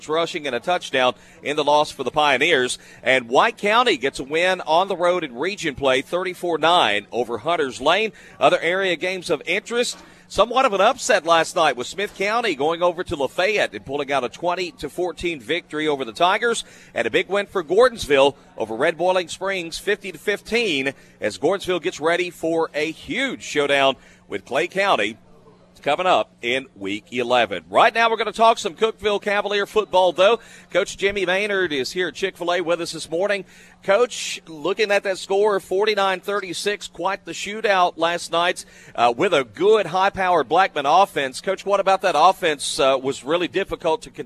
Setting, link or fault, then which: setting, busy venue